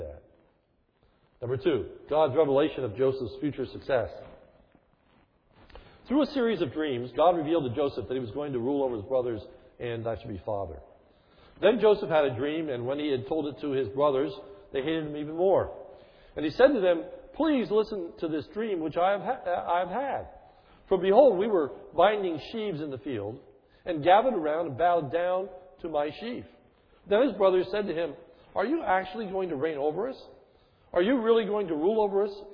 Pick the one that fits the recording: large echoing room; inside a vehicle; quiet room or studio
large echoing room